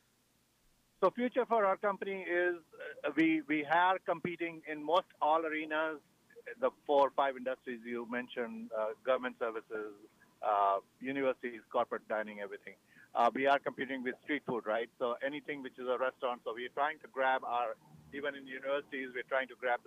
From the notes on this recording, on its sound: We are on 98.7 FM. She calls.